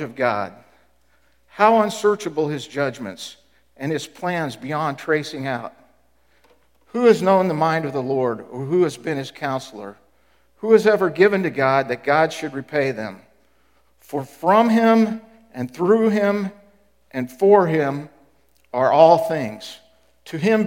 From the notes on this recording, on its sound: Was recorded at The Calling Community Church located in Platte City, Missouri. Services are held at 10:30 AM in the Platte County High School School Auditorium.